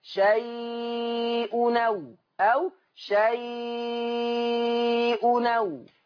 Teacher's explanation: طب ما هو النون الساكنة وراها همزة، يبقى هشيل الهمزة واخد الحركة احطها على نون التنوين · Term: النقل